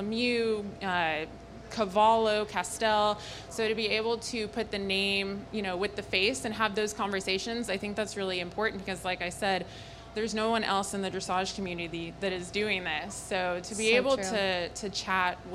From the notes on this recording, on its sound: Live From AETA International Trade Show at Dallas Market. Join us for our very first Live Podcast Episode at the AETA International Trade Show!